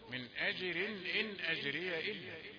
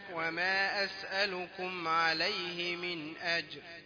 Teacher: إذا وقفت على من أجر، الراء مفخمة لا ترقق إلا إذا وصلت لأنها ستكون مكسورة · Shown in: second take